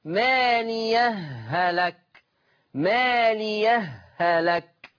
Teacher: ولورش أيضا الإدغام، إدغام الهاء في الهاء